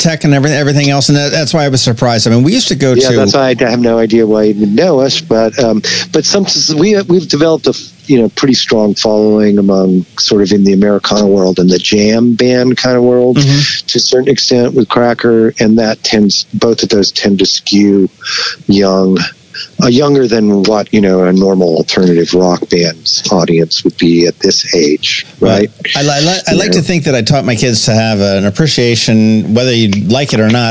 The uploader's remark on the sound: We hopped on the phone